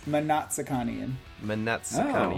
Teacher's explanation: you pronounce it with a vowel sound between the M and the N, then? It's Mna.